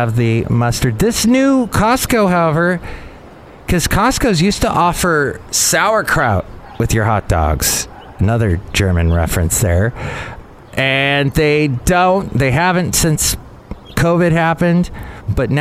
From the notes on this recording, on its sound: podcasts live from Café Anyway